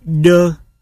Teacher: Ơ phát âm như e nhưng tròn môi, ví dụ đơ hai của tiếng Pháp.